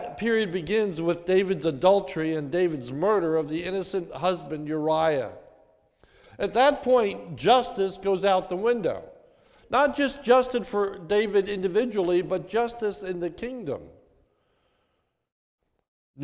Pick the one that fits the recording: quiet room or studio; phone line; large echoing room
large echoing room